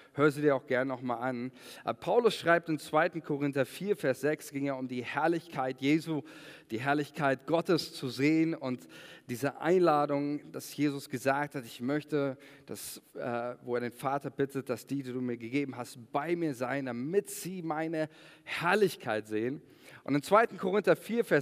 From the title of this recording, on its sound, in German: Sonntagsgottesdienst